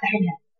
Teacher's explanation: فيها اماله والراء مرققه